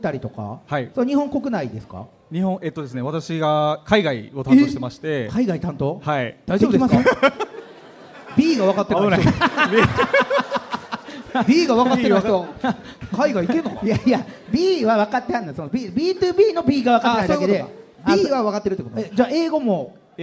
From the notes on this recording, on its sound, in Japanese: 京セラ本社に来ちゃいましたスペシャル』京セラで出張公開収録やりました！